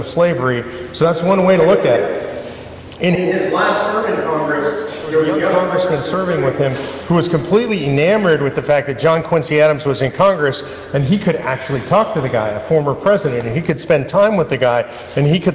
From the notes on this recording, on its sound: North Carolina Town Hall Q&A 2023. Excerpts from the Q&A portion from a town hall in North Carolina.